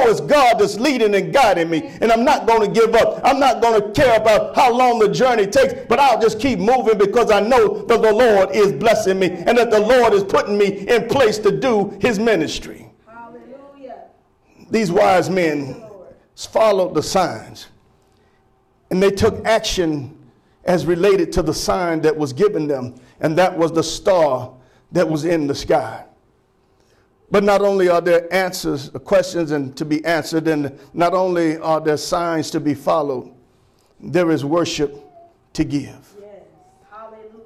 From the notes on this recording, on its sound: Sermon preached from Wesley AME Zion Church.